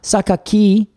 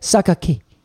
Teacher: Like it's almost like the I disappears before it even gets there. · Shown in: second take